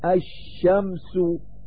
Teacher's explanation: وفي قولك الشمس تحذف اللام الساكنة ويسمى حذفها بالإدغام الشمسي